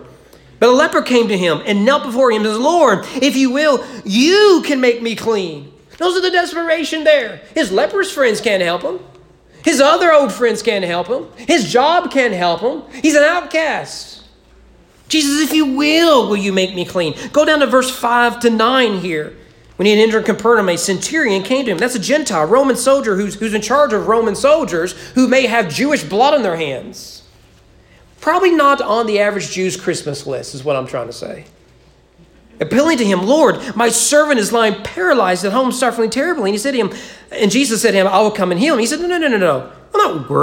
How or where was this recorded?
large echoing room